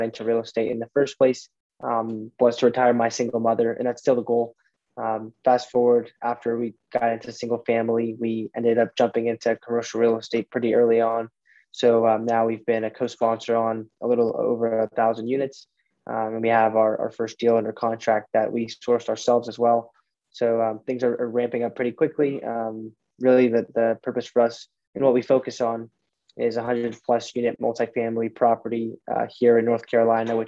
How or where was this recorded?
video call